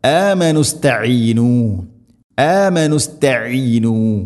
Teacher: ഇങ്ങനെ കൂട്ടി ഓതുമ്പോൾ ഹംസ ഒഴിവാക്കപ്പെടും, വസലിന്റെ ഹംസ നിർത്തുമ്പോൾ استعينوا امنوا استعينوا അങ്ങനെ ഓതേണ്ടതില്ല, കൂട്ടി ഓതുന്നതാണ് ഖൈർ.